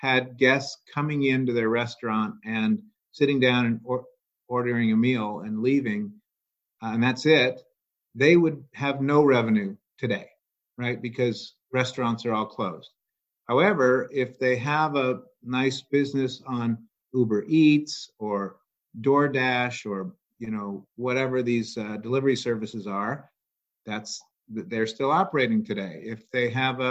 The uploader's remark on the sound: To maintain social distancing, this interview was recorded via the web.